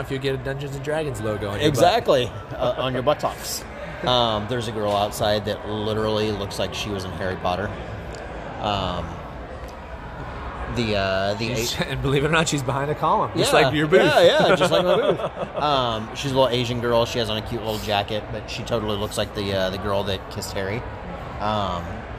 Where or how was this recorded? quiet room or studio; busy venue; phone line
busy venue